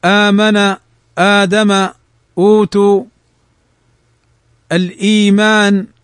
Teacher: أصلها أأمن أأدم أؤتوا، فأبدلنا الهمزة مدا · Term: مد البدل